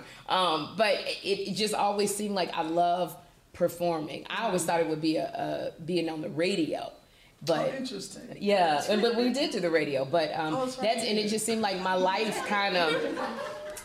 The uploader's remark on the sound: This event was a live conversation with some special audience interaction held at High Low Literary Arts Cafe in Grand Center, St. Louis, MO.